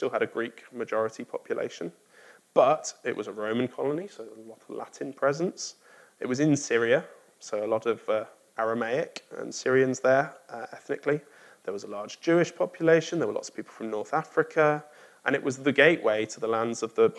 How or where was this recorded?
large echoing room